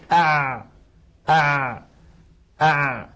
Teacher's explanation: نلاحظ أن حرف العين لم ينبتر الصوت عند النطق به كانبتار الباء والقاف لم ينقطع ولكنه لا لن يجري جريان الشين وجريان الثاء لذلك